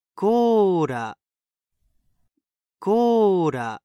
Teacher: It's close to an L, but more similar to a light D sound. Very light, though. Just kind of bounce your tongue off the roof of your mouth, just behind your upper front teeth.